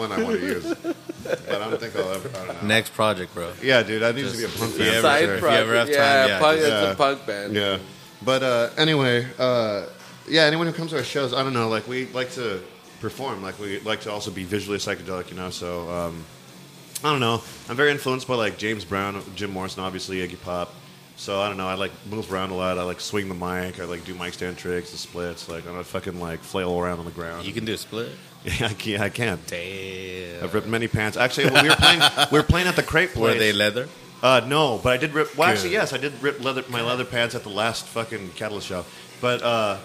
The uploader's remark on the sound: One of the reasons we like to record at XL Public House is, you never know who might walk in the door.